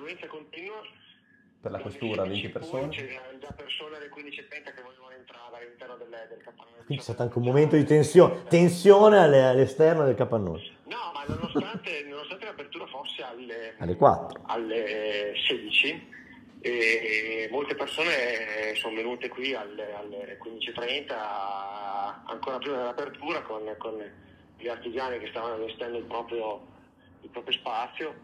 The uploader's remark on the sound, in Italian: Interventi live al telefono. Audio wapp.